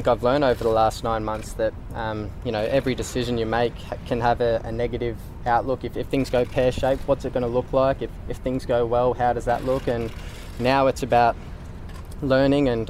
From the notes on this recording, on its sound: press conference at the SCG